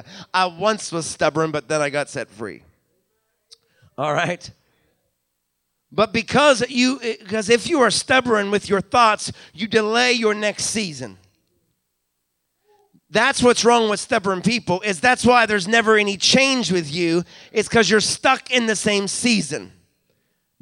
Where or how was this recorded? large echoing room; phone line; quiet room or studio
large echoing room